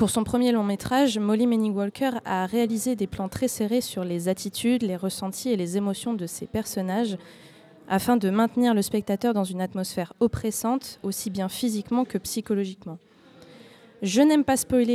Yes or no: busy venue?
yes